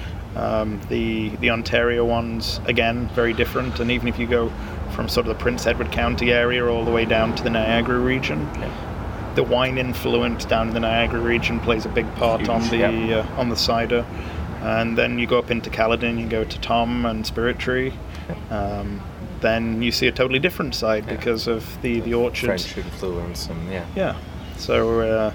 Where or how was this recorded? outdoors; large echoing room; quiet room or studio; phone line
outdoors